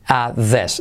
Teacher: La T de at no se pronuncia.